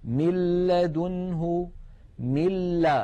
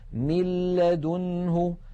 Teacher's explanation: لاحظوا من الميم إلى اللام مباشرة، وننطق لاما مشددة ولم يبق من الغنة شيء